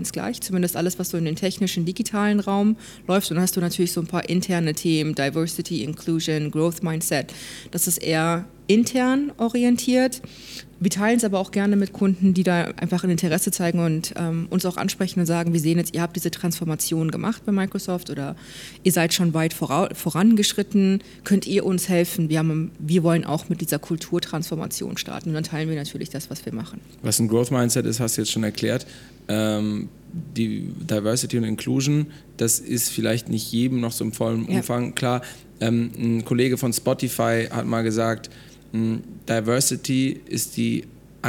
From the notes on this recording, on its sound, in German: Dies ist eine Zusatzfolge, die wir auf der Future Work Konferenz in Berlin aufgenommen haben.